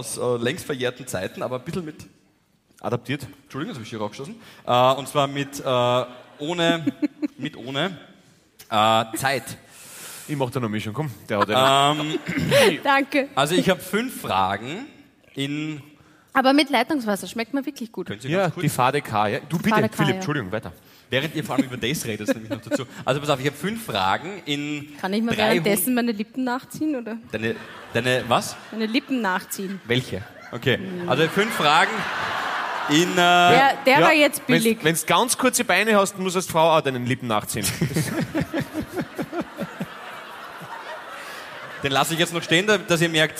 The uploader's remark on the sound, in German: Hawi D'Ehre LIVE aus Salzburg